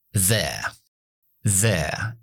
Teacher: Esta palabra para mí termina en E. Schwa.